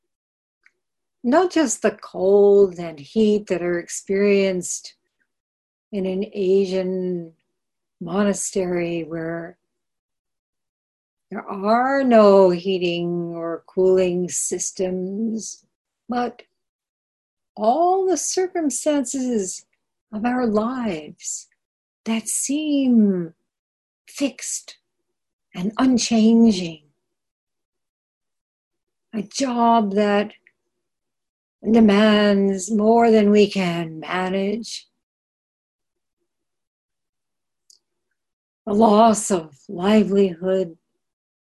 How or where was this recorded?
video call